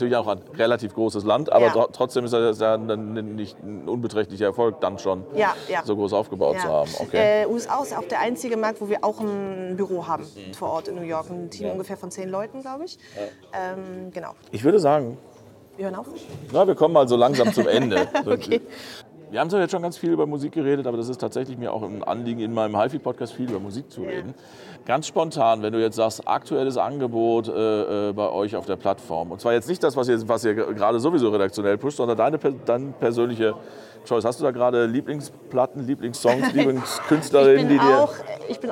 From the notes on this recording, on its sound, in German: Wurde am Rande der High End 2023 aufgezeichnet. Deshalb ist die Qualität der Aufnahme nicht ganz so gut, wie sonst im HIFI.DE Podcast-Studio.